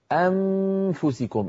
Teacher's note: يستعمل كل أسنانه على الشفة السفلى فيقفل بأسنانه كلها الأسنان العليا على الشفة السفلى، وكأن الصوت يصير للسامع ميم